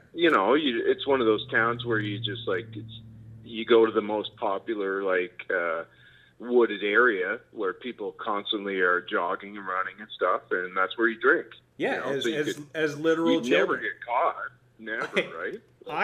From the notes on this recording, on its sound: Things go way off the rails as 2 Nova Scotians who haven't talked on the phone in a while just start giv'n er.